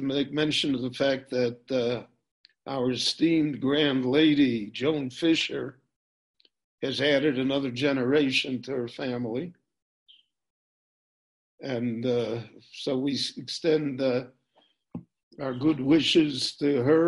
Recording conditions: video call